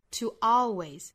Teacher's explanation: To 跟 always 也是可以连读的。那连读的话要带出这个小的半元音 toalways。当然我们也可以选择用 glottal stop 的方式，就是 to 和 always 之间不做连读了，声音断开一下